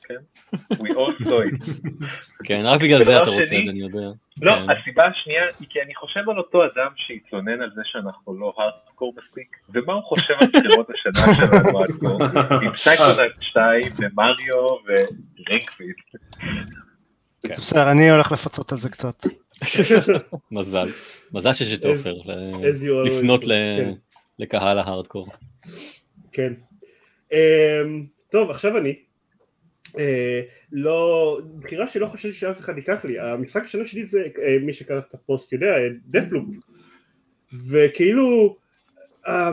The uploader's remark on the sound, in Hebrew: כרגיל עבור סיכומי שנה, הפרק הזה הוקלט בהנגאאוט חי, ששודר דרך יוטיוב ו פייסבוק . בגלל זה איכות הסאונד המחורבנת, ואנחנו מצטערים על זה.